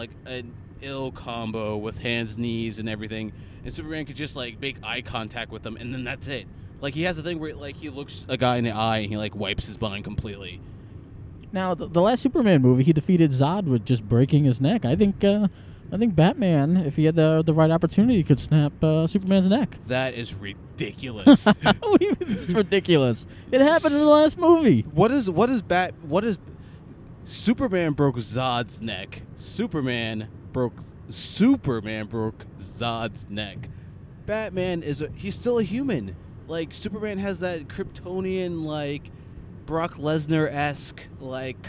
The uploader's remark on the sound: This was an impromptu Podcast extra taped while taking a drive to a place where we need a Superhero, the Trenton, NJ Transit Train Station.